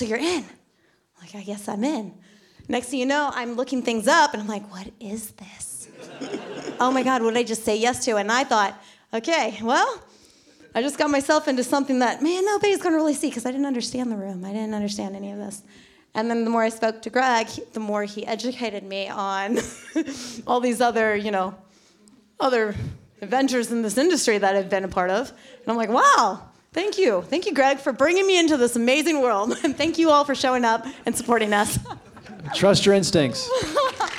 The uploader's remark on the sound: In the second part of the episode you will hear the Q&A from the double screening